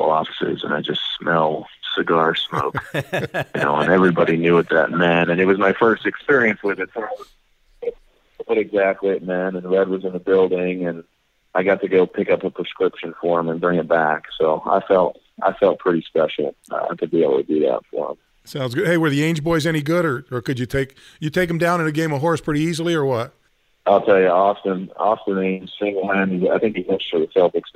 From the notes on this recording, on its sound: Called into the show. Outside the studio.